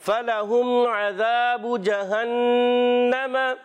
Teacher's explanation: میم ساکن کے بعد عین موجود ہے، یعنی میم اور با کے علاوہ حرف موجود ہیں، تو یہاں پر اظہار شفوی ہوگا، اظہار شفوی میں غنہ نہیں کرتے۔